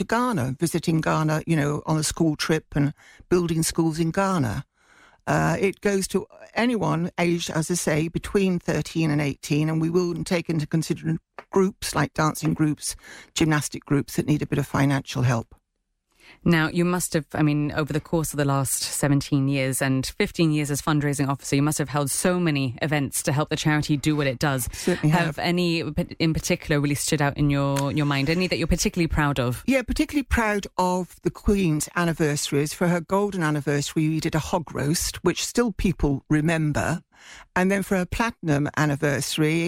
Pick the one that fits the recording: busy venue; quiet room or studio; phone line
quiet room or studio